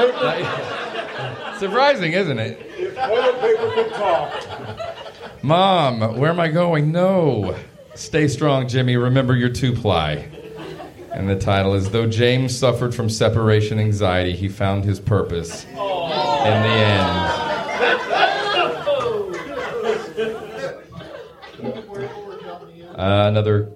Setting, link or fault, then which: setting, live audience